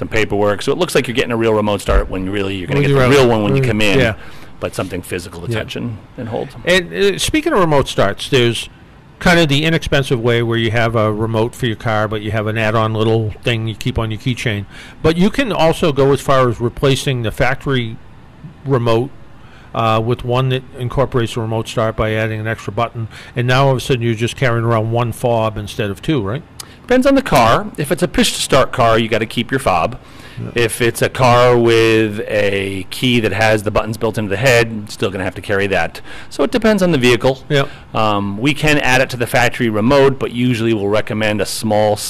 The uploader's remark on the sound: In this episode we are broadcasting live from AutoToys in Randolph Ma.